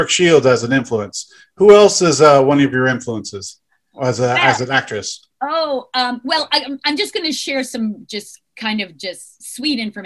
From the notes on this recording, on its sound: a very special Mad Bros Media Zoom Podcast